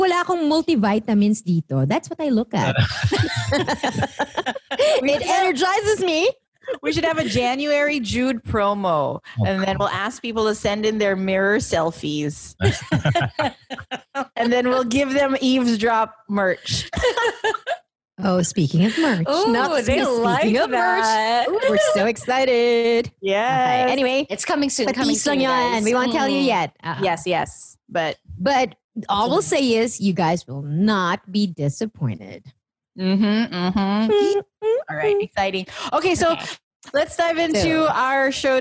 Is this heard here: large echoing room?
no